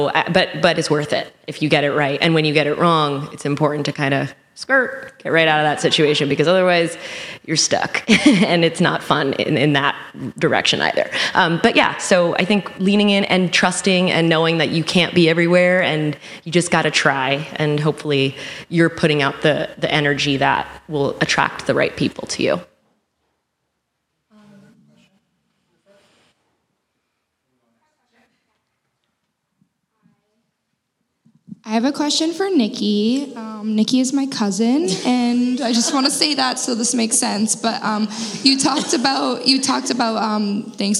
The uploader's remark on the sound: LIVE Recording